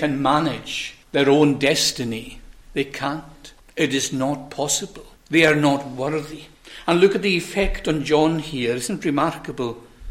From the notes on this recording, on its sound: recorded at North Harris Free Church on the morning of Sunday, 17th September 2023